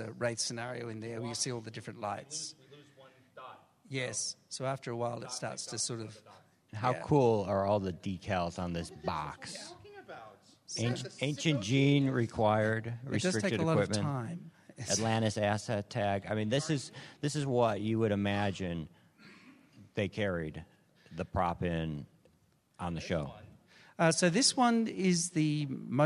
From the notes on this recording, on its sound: as this was a LIVE, on-site event with in-person props, this episode is not optimized for an audio podcast